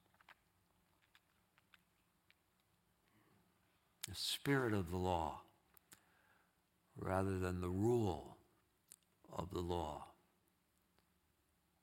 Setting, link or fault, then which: setting, large echoing room